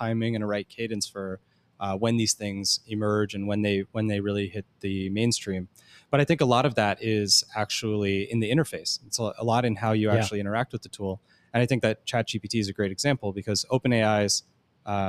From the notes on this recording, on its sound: LIVE From Element451's 2023 ENGAGE Summit. Recorded LIVE from Element451's 2023 ENGAGE Summit in Raleigh, North Carolina.